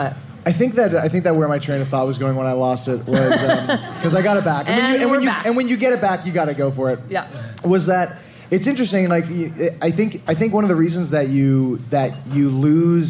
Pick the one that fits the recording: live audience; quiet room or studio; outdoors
live audience